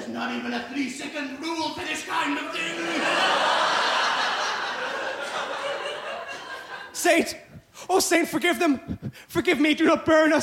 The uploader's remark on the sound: Recorded live at BATS theatre, Wellington, New Zealand.